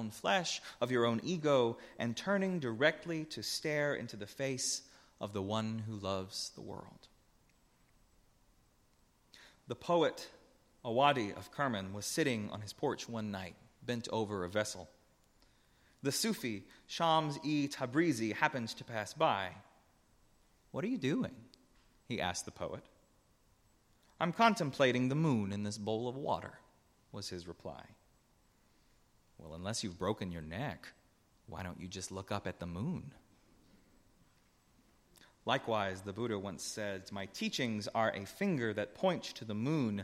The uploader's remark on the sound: A Transfiguration Sunday sermon. Preached at Northminster Church on March 3, 2019.